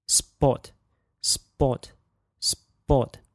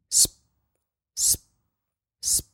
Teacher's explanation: when I get to the P, I actually stop the flow of air in my mouth